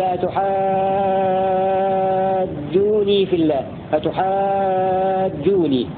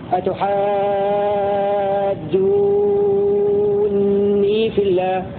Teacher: قوله وخفف نونا قبل في الله يعني كلمة أتحاجوني الواقعة قبل في الله فيكون هشام له وجهان وجه مثل ابن ذكوان ونافع بتخفيف النون مع مد الواو حركتين